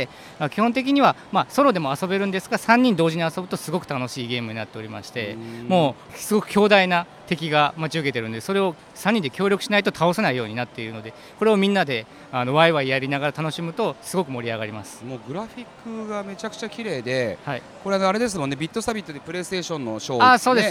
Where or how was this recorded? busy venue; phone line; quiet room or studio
busy venue